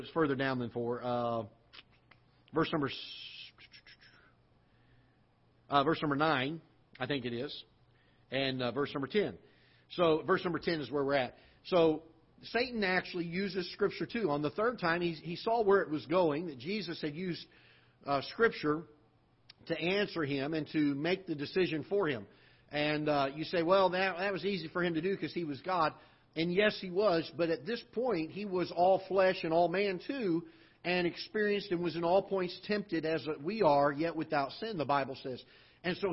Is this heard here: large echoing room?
yes